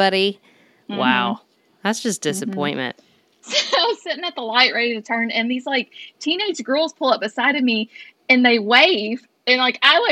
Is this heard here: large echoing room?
no